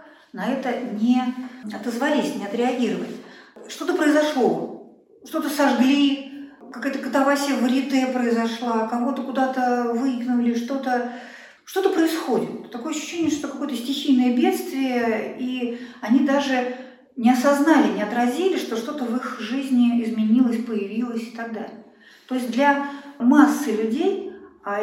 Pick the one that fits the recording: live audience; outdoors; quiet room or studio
live audience